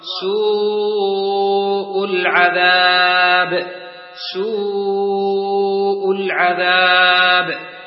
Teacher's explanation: واو مدية جاء بعدها همزة في كلمة واحدة، فيمد من أربع إلى خمس حركات · Term: المد الواجب المتصل